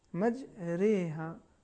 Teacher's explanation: اس میں جو حرف را ہے یہ بھی نازک ادا ہوگا، یعنی ترقیق کے ساتھ ادا ہوگا